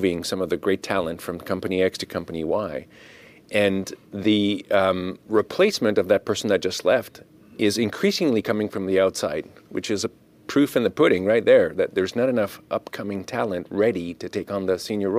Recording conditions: busy venue